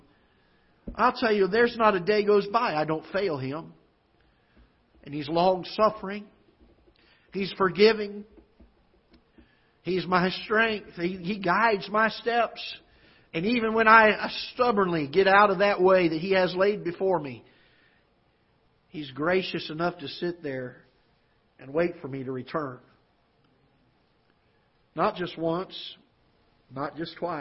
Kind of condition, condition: setting, large echoing room